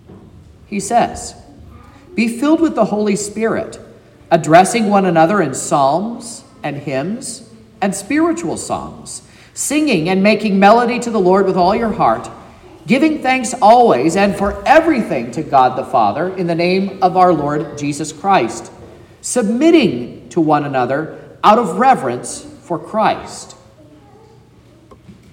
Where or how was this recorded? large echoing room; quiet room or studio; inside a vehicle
large echoing room